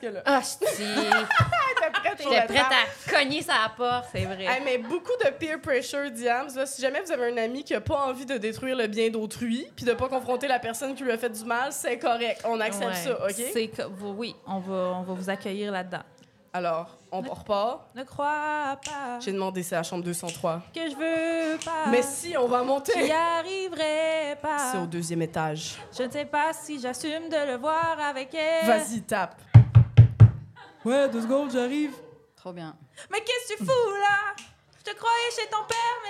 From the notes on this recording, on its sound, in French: enregistré à l'Idéal mercredi le 4 octobre 2023